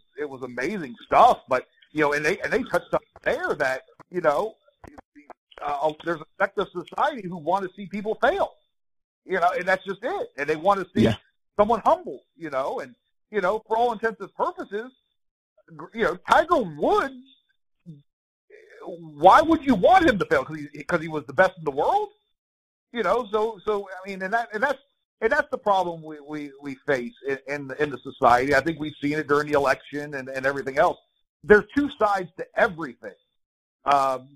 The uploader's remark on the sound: talks over the phone with WJCL Sports Director, newscaster and Savannah Sports Media O.G.